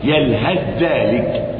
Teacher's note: وجوب إضغام الثاء بالذال من قوله تعالى يلهث ذلك